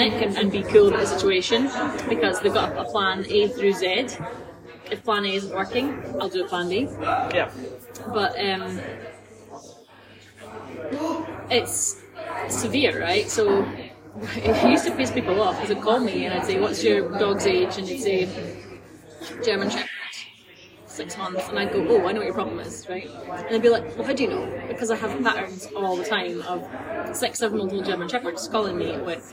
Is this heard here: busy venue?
yes